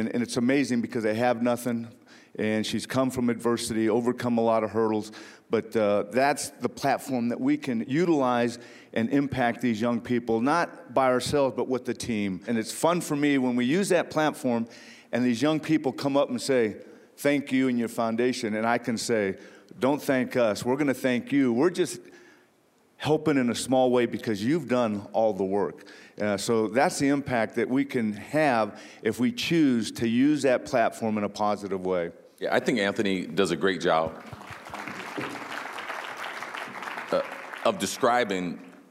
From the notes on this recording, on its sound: Recorded at the NFL Walter Payton Man of the Year Reception during Super Bowl LII in Minneapolis